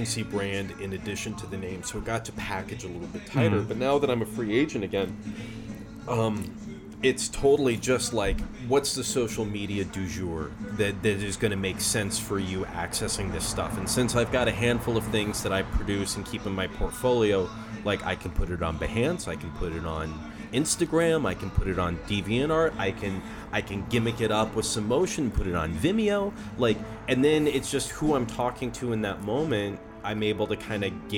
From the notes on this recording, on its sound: This episode was recorded over beers and french fries on the patio at Sawyer and Co in Austin Texas.